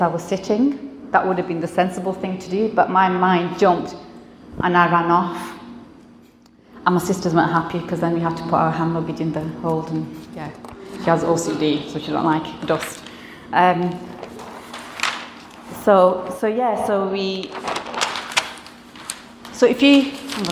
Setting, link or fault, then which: setting, live audience